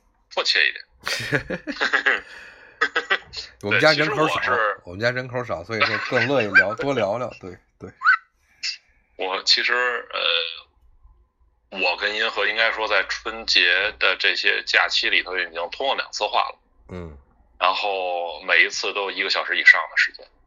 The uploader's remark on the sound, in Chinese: 今天是临时决定利用最简单的设备来录制一期补充节目。被圈养在天津家中没有设备随身。